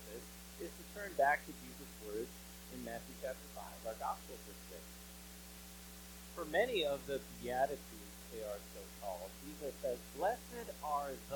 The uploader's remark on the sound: Bare with us as we struggle with a few tech issues. If you hear the mic fading in and out, know that we are aware of it and trying to fix it before next week!